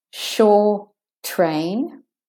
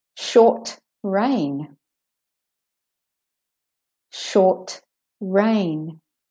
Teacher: there's a stoppage on the t · Term: open juncture